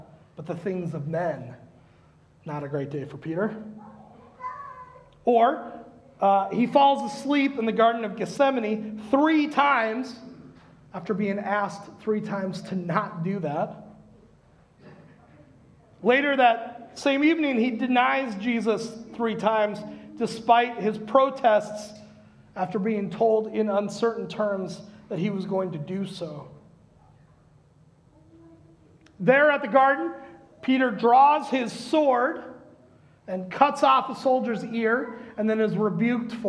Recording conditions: large echoing room